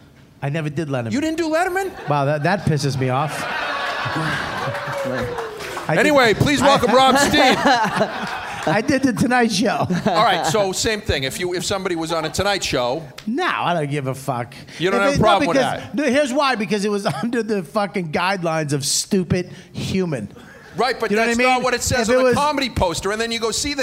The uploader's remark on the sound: YKWD Live from Boston. Live from Laugh Boston.